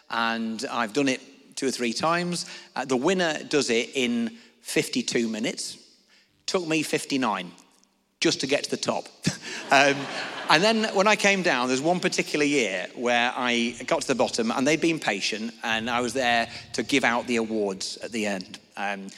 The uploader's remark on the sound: answered questions from the audience